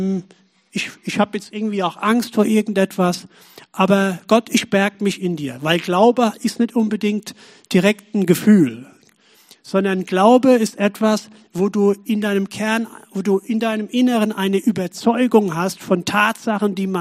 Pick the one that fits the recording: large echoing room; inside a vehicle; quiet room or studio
large echoing room